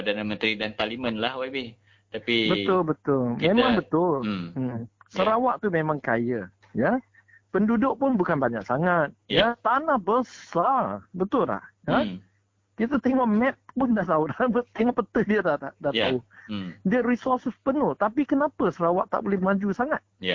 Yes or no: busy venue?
no